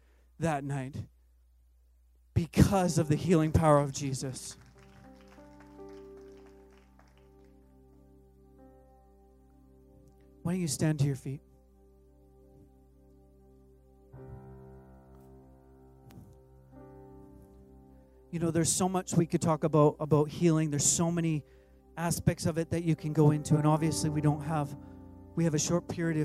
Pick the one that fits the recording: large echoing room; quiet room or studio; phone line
large echoing room